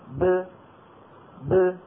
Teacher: نقول ب ب بتباعد الشفتين عن بعضهما · Term: حرف مقلقل